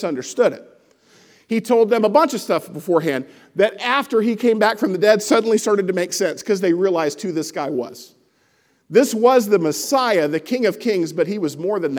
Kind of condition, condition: setting, large echoing room